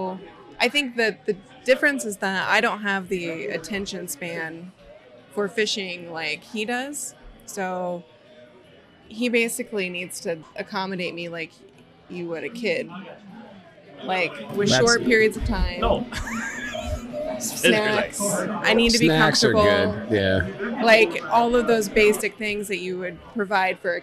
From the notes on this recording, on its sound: on location at Lucky Horse Beer and Burgers